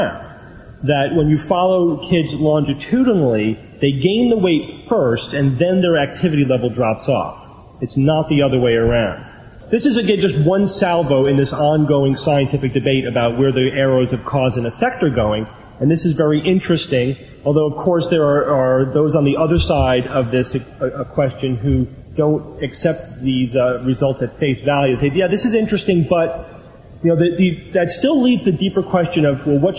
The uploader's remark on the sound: Live Recording from TAM8. Live Q&A.